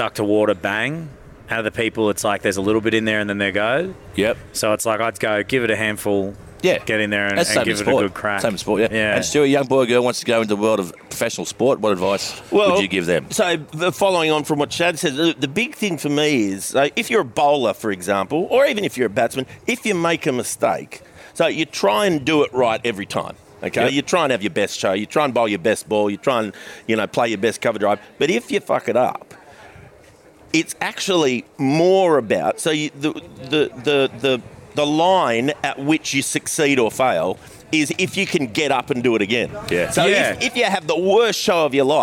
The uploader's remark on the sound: This podcast was recorded at Bamfords Kirribilli.